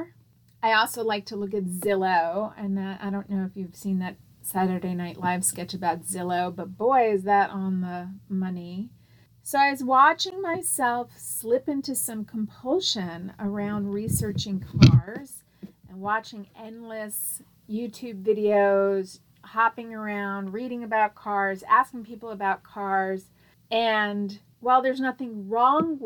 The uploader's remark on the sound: I totally apologize for all the extra noise in the beginning of the podcast, apparently I was shuffling things around and wasn't away how freaking loud that was going to be